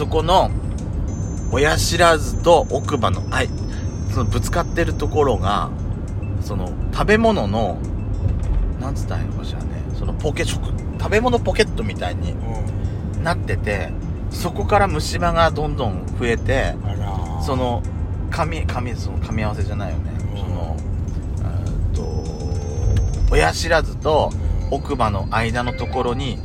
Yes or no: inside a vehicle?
yes